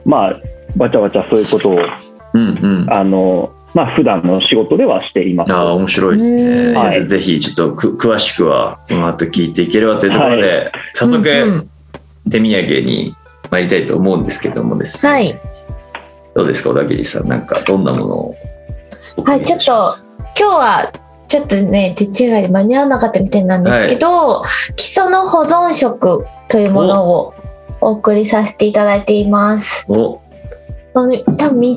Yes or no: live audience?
no